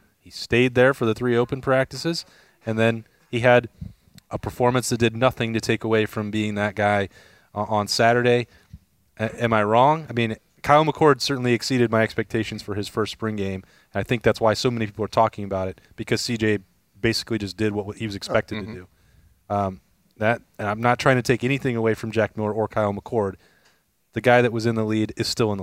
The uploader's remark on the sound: Lettermen Live is back at Roosters to break it down. As always, Lettermen Live is hosted by Roosters on Olentangy River Road in Columbus.